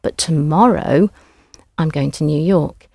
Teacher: Now in English, we would put the emphasis on the tomorrow. It would be like underlining it if we were reading it in text, or we would just put an emphasis on it.